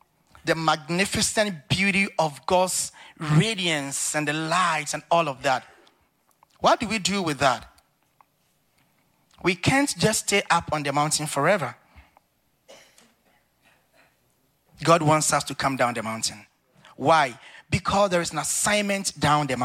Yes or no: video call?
no